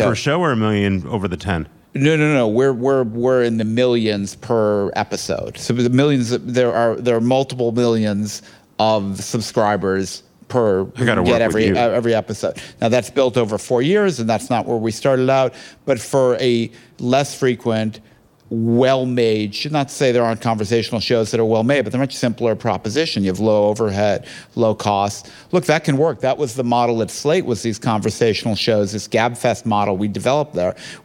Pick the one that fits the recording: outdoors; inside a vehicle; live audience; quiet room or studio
live audience